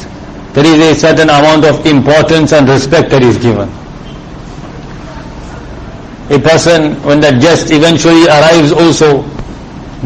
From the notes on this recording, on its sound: Jumuah lecture at May street Masjid